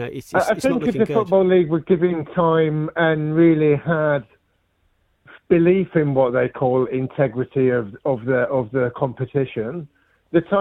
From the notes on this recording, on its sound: Joins us on the line. We hear from fans af both team after the final whistle.